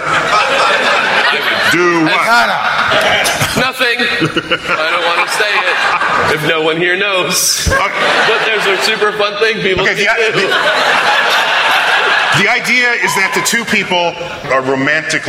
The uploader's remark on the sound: StarTalk Live at Town Hall.